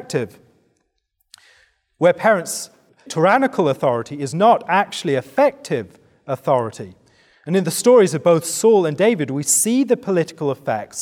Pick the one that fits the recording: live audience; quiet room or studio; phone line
live audience